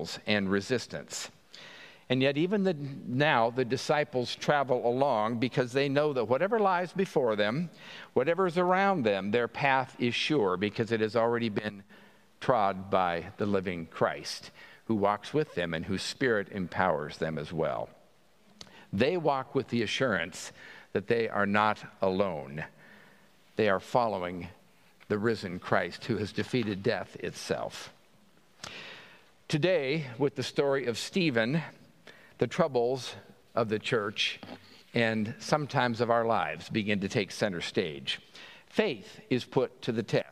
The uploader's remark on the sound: On Sunday, October 15, 2023 at the 9:00 am Traditional Service